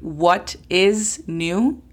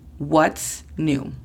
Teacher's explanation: conectamos la S a la palabra what para que se escuche como una sola palabra en lugar de dos palabras separadas · Shown in: second take